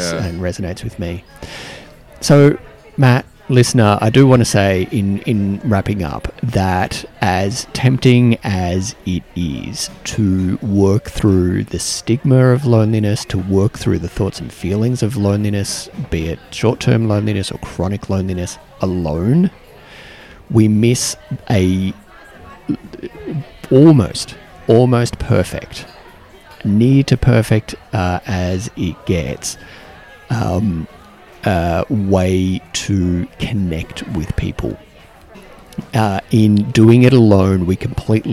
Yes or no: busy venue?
yes